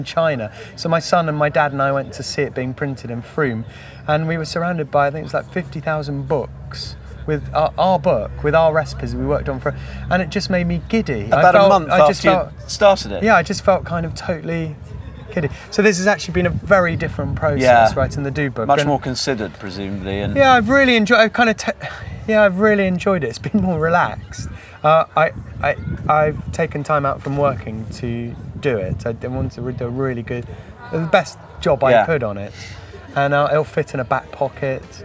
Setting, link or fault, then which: setting, busy venue